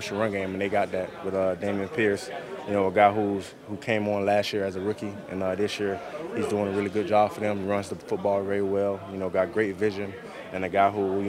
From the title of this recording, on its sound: Press Conference